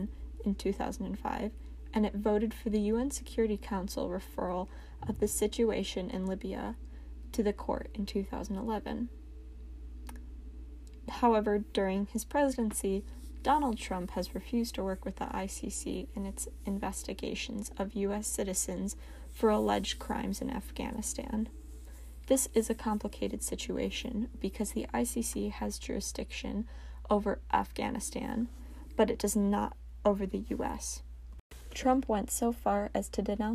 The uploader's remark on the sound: I tried recording this one on my phone in hopes the audio would be clearer.